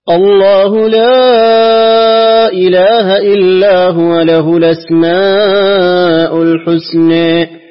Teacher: كذلك له النقل والتقليل في الحسنى، له النقل في قوله الأسماء وله التقليل في قوله الحسنى